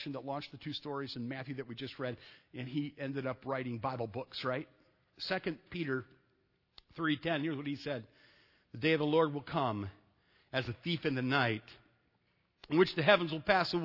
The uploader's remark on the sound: Sunday night at Evangel I preached a message